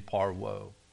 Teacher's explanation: the V is a W in parvo